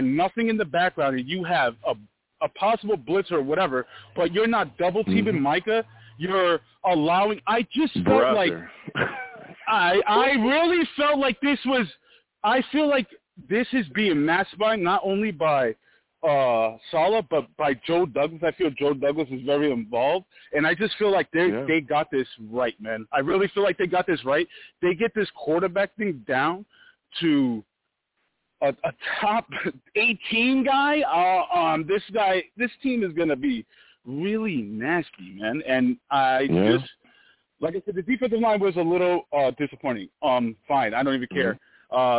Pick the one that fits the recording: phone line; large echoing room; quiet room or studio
phone line